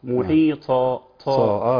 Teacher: من ضمن الاخطاء ان البعض بياتي بهمس في الطاء